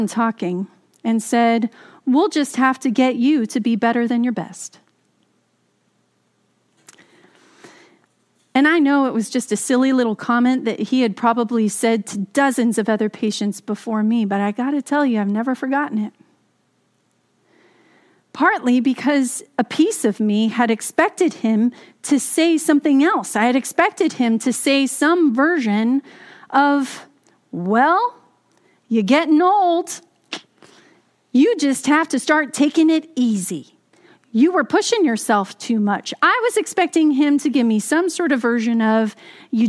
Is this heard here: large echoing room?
yes